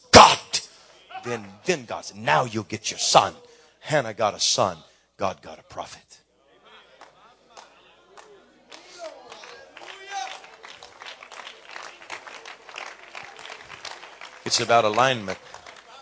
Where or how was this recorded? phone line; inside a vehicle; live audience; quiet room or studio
live audience